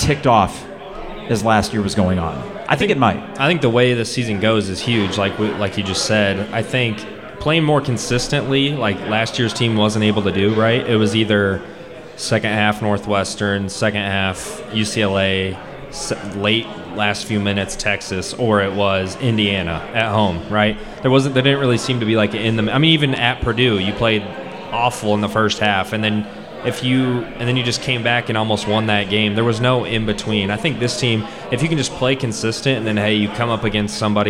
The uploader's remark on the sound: Live at Pour Bros. Podcast live from Pour Bros. In Downtown Champaign to kick off Homecoming weekend.